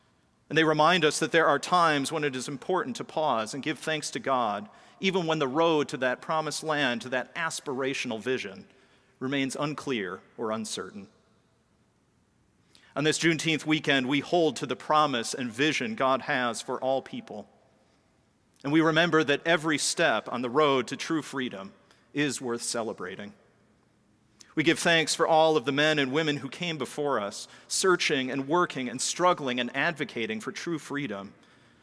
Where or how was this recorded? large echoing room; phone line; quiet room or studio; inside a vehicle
large echoing room